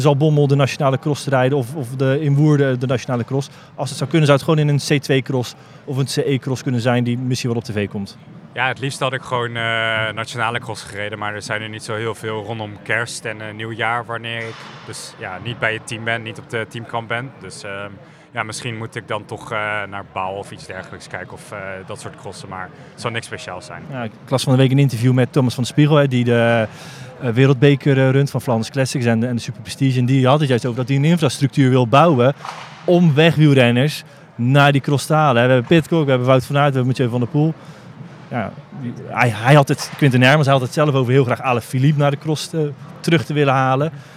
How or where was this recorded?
busy venue